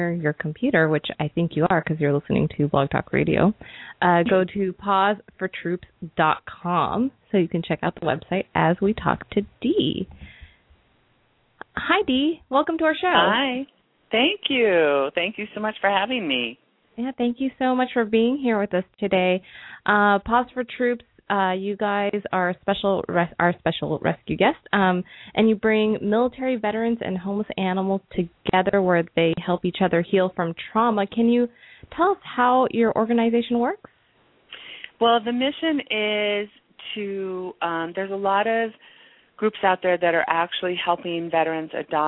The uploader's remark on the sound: Open up the lines for listeners to call.